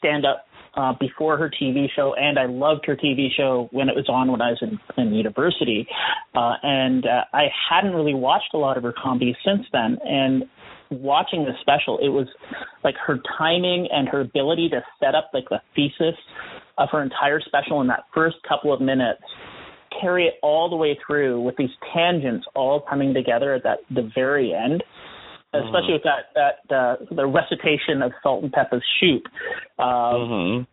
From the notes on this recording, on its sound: He joined me for a phone interview after his return to New York from Toronto.